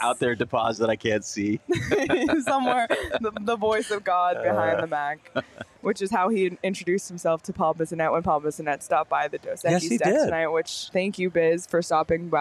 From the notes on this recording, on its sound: live from The Lola at Westgate